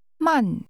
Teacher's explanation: Slow is pronounced with a falling tone.